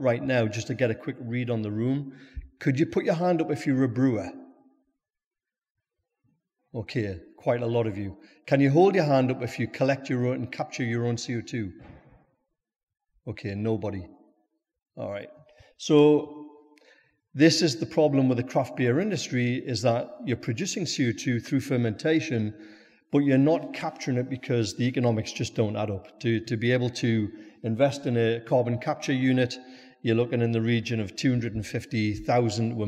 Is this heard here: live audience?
yes